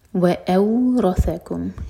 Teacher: را ہیوی اور ثا لائٹ، رثا، اس کو سین کی آواز نہیں دینی، رسا نہیں ہے، روسا.